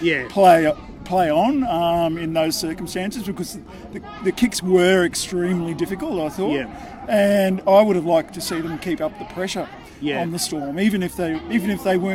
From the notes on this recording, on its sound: The Greenhouse Live was there to analyse the game and capture the joy of the fans, with the Raiders qualifying for an historic first Preliminary Final at Canberra Stadium.